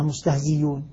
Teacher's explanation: أبدل الهمزة المضمومة بعد الكسر ياء مضمومة · Term: مذهب الأخفش